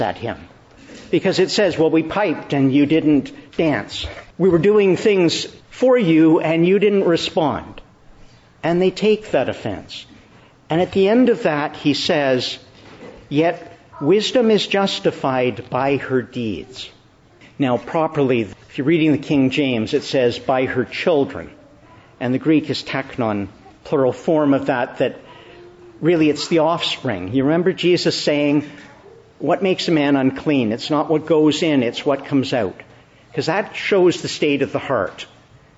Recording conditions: large echoing room